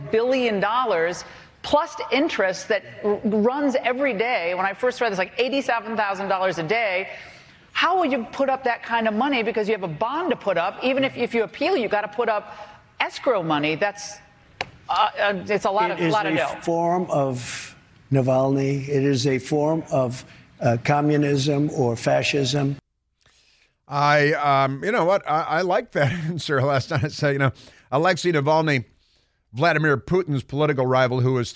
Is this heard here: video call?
no